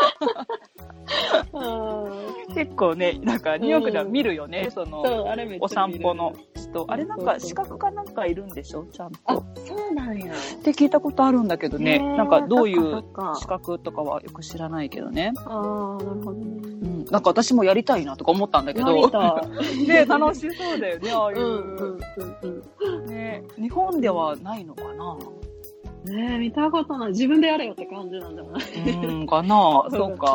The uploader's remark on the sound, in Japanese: オンライン収録の為、音声が乱れたり聞き取りにくい箇所が多々あります。